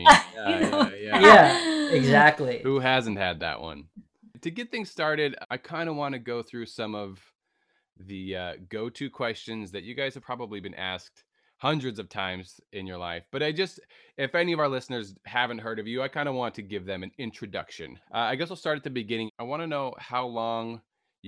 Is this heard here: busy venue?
no